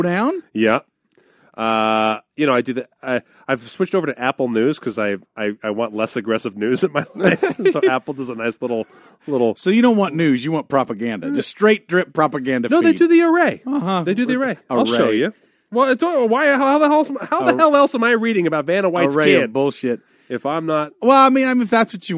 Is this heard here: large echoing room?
no